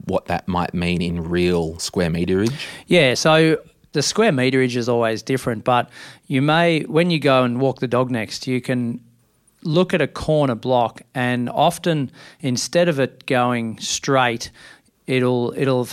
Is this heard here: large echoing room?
no